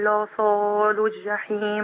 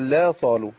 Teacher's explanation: لاحظك لصالوا الجحيم غير لا صالوا. ما فيش ألف عندي · Shown in: first take